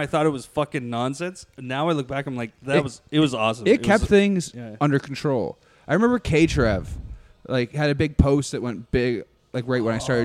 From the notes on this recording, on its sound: recorded at Rivals Sports bar